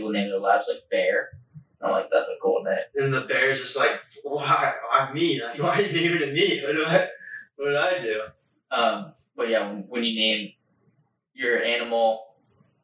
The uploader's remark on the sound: Please excuse the audio on this one as somehow the software lost our audio from the mic's and we had to go off of the camera audio.